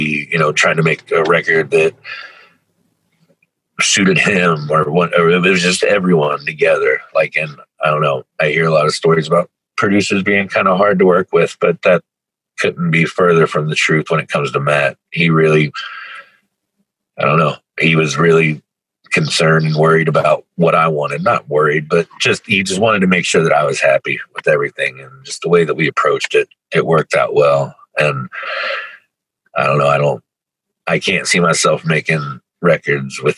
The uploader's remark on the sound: Over video call. Outside a tattoo shop near Cincinnati called Designs by Dana, where his drummer was getting some work done.